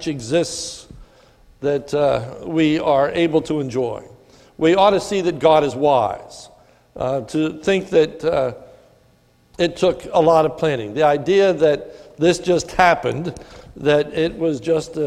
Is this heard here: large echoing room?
yes